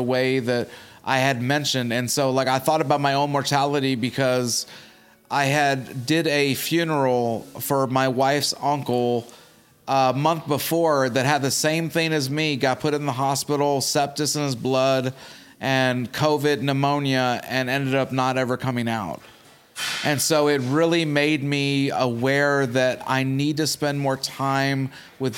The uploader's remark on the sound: Record a conversation out of town. LIVE from the Evansville Coffee Co.